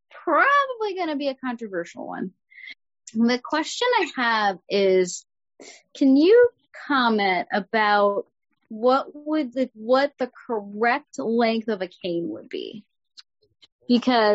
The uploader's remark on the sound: CCLVI ZOOM call with Certified orientation and mobility specialist. Recording includes a question and answer session.